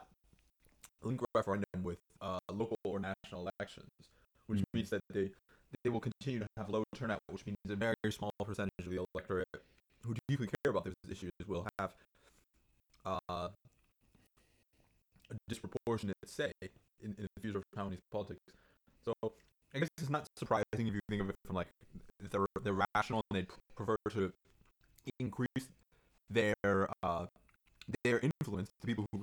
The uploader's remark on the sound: The One Where the Audio Broke. We had an audio issue on this one, sorry folks!